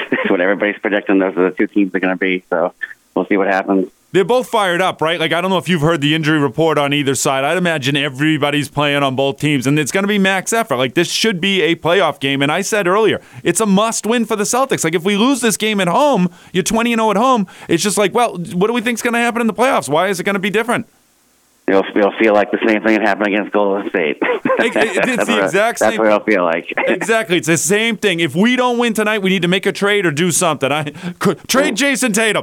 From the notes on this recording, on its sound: Our resident Sports Talk Caller Experts fill the phone lines today. We have our expert hockey caller.